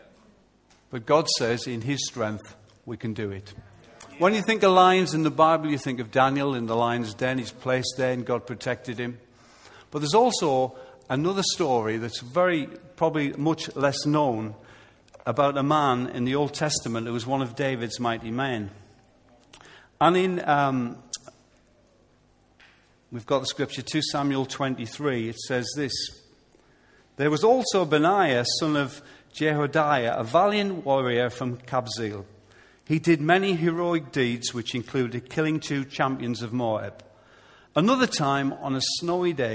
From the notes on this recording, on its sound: Recorded live at Life Church Lancashire on Sunday 24th August 2014.